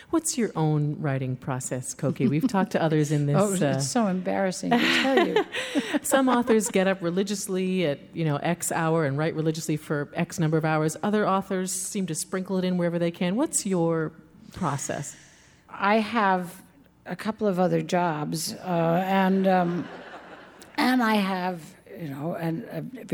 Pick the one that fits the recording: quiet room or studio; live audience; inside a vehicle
live audience